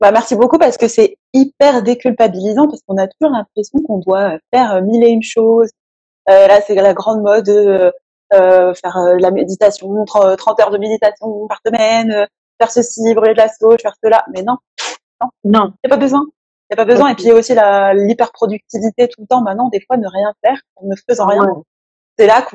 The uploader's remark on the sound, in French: une interview réalisée lors d’un live sur mon compte Instagram